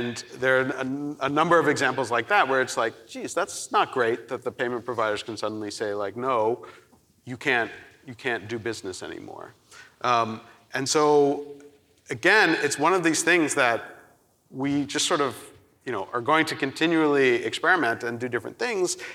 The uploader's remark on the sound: We've got a nice fresh live recording for you today! The Knight Foundation's INFORMED Conference. Panel discussion.